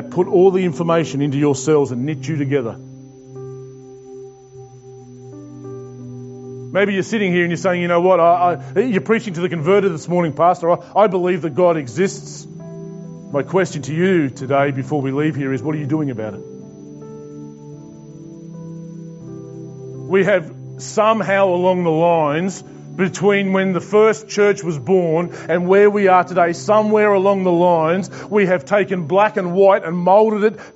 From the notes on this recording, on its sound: This message was preached to The Rock Christian Church on Sunday 27th June 2021.